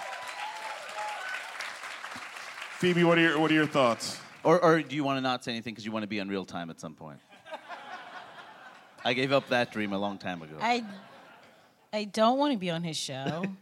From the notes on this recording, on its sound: Coming to you LIVE from San Francisco, it’s Politically Re-Active at Comedy Central’s Clusterfest!